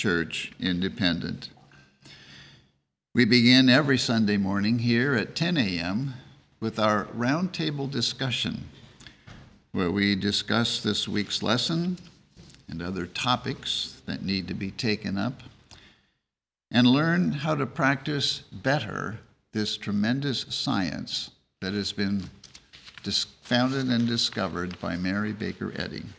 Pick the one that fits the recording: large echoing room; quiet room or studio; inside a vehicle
large echoing room